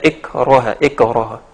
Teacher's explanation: كاف الساكنه في كثير من الناس بيقلقلوها مثل القف · Term: الكاف الساكنه